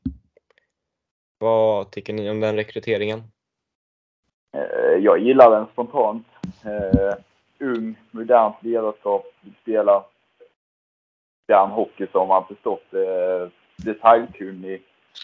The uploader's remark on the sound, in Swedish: Skitljud